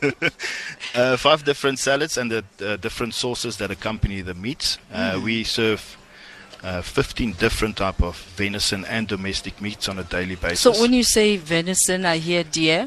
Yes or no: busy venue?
yes